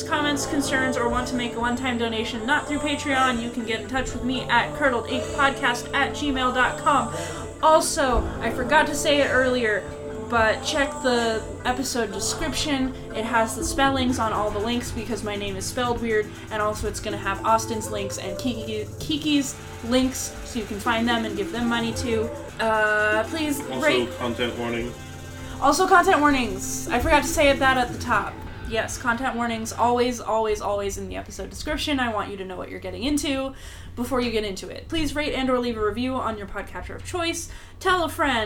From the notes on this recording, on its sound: The mic we used picked up a lot more of the movie's sound than anticipated - I've cut out as much of it as I can, but there's only so much I can do.